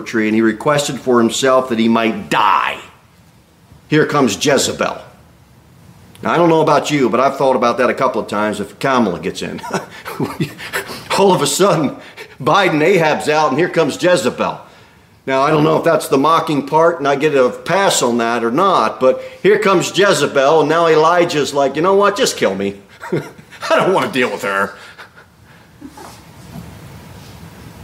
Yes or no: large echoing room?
yes